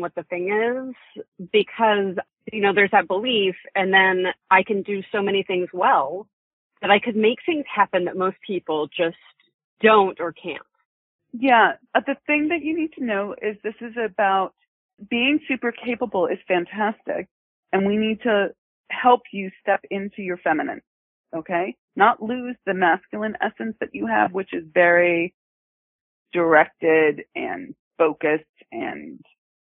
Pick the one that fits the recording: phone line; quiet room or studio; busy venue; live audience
phone line